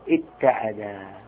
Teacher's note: نقلب الواو تاء وندغمها في تاء افتعل، تصبح تاء مشددة